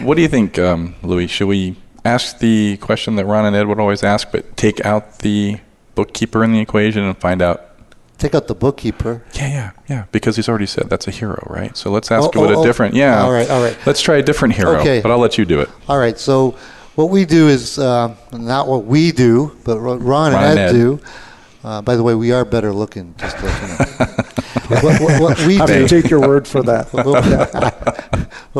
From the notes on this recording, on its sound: Live Broadcast at the The IPBC IGNITE Conference